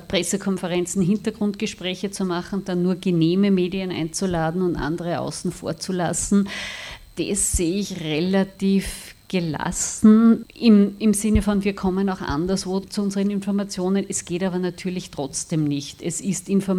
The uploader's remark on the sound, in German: Danach findet ein Gespräch mit den beiden Investigativjournalisten aus dem Film statt. Aufnahme: Leo-Kino.